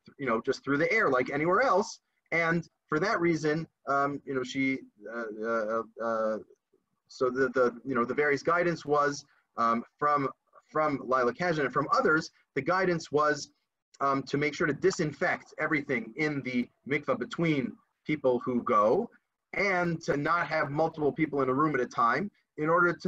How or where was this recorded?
video call